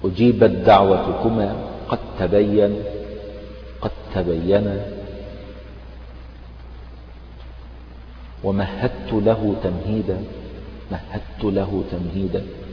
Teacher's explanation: الدال لا يبقى لها أي أثر وننطق التاء مشددة · Term: إدغاما كاملا